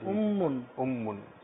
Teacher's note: মিমের উপরে তাসদিদ আছে, অর্থাৎ ডবল করে পড়তে হবে